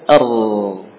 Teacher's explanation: getarannya satu saja, ya, jangan berulang lagi, karena itu akan menyebabkan atau berarti sama dengan membaca ra, ya, sebanyak getaran itu, r, semakin banyak getaran itu berarti kita hakikatnya telah membaca huruf ra yang banyak.